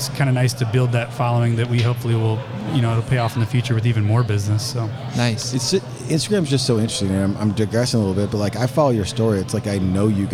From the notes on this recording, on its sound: This week we are live from Buildertrend University.